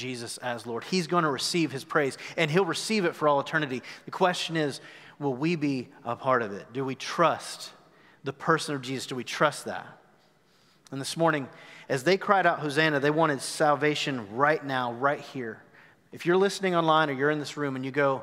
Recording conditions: large echoing room